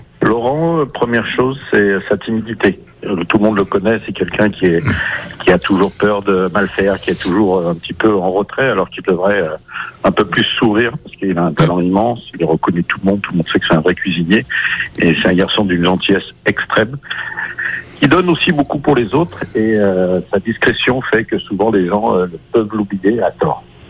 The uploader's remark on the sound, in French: L'invité surprise au téléphone.